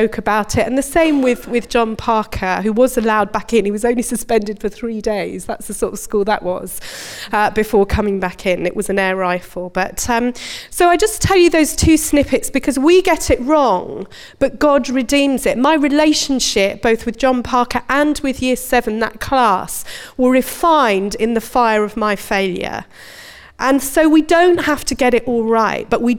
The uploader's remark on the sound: Recorded at Bournville gathering.